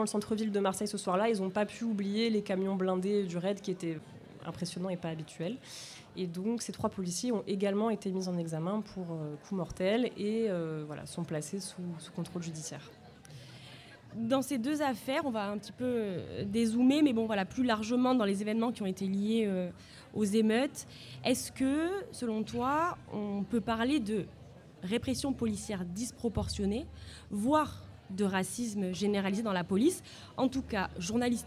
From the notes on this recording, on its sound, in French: Le Bocal était l'invité de la Claque podcast party, soirée dédiée à la création sonore locale, organisée par La Claque , la newsletter des podcasts 100 % marseillais (et alentours). Nous avons enregistré un épisode du Bocal en public. L'ambiance était plutôt festive.